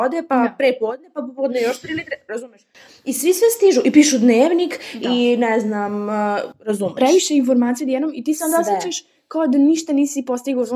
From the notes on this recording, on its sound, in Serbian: Unapred se izvinjavamo za lošiji kvalitet zvuka, isprobavali smo novu metodu koja nije baš urodila plodom, ali barem znamo za ubuduće.